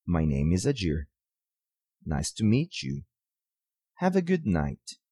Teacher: Comecemos pela falling intonation. Na falling intonation, nós baixamos a voz no final da frase